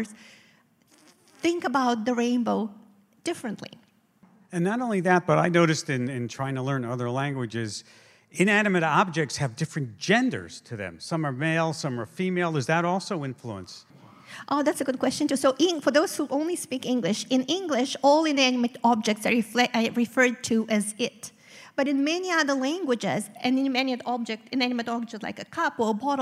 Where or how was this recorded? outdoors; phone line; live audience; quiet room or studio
live audience